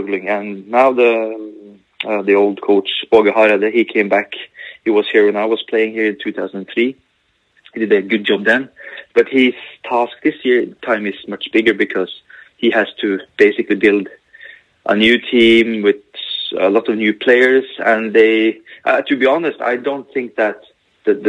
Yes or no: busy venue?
no